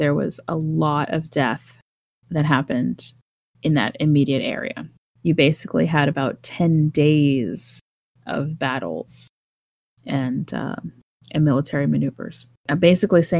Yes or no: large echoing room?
no